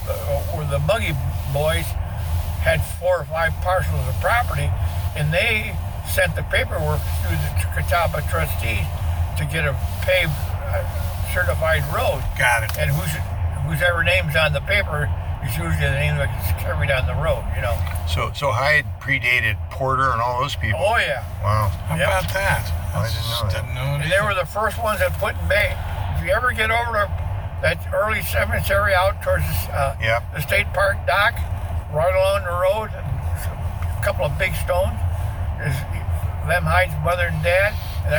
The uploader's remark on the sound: Catawba Island Driving Tour